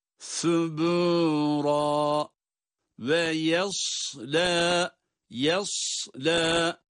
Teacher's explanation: ya ince, sad kalın.